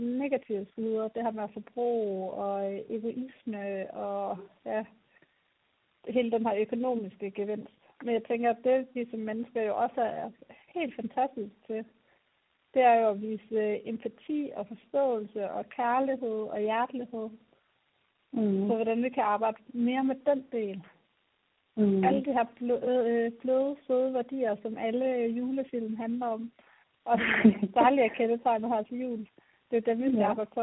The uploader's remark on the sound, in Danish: Det er juletid, og vi er hver især taget hjem på juleferie ved vores forældre. Dagens afsnit optaget over et telefonopkald, og lydkvaliteten er derfor ikke noget vi vil prale med.